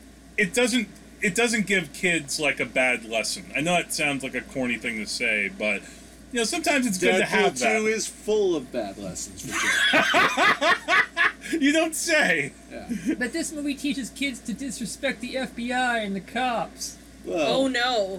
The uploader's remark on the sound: Forgive the audio background noise, we need air conditioning in this furnace of a climate.